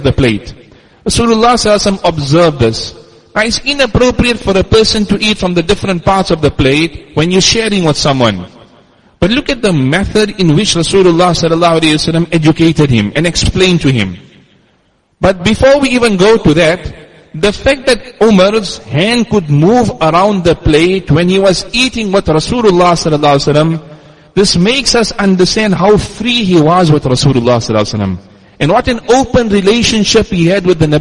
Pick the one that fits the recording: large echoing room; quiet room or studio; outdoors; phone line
large echoing room